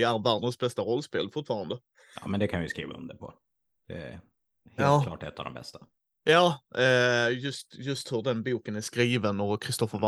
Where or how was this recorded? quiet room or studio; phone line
quiet room or studio